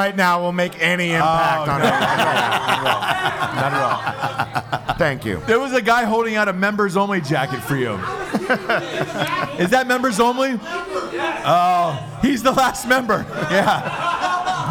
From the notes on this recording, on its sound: A live Christmas show in Wilmington, NC. Guests are invited on stage and someone's mom even calls in.